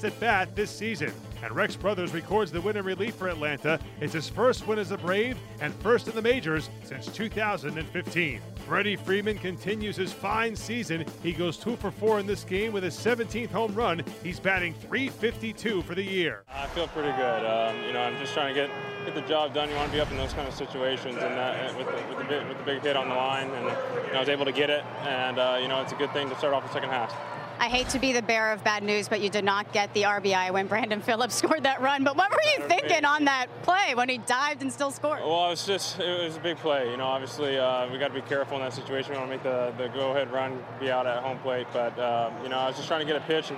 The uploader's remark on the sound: Postgame sound